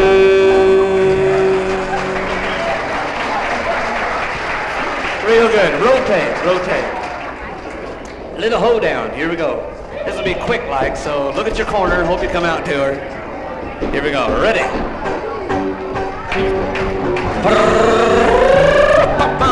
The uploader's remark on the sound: Live Dance. Recorded in Los Angeles, California - October 1960.